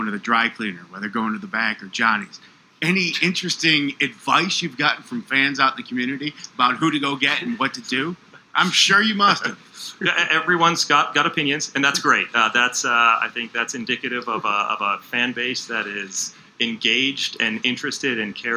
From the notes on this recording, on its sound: Introductory Press Conference. Meet with the Boston and National Media.